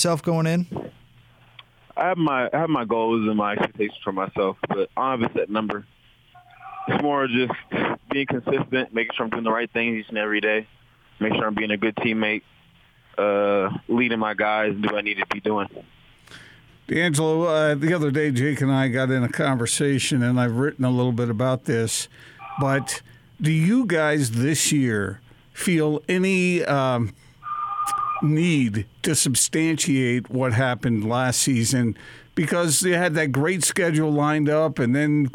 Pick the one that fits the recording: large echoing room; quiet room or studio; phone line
phone line